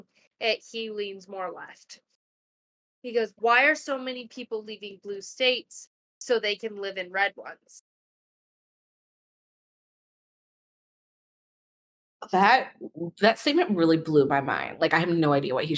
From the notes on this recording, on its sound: AUDIO ISSUE ALERT!! Audio ended up coming out very quiet.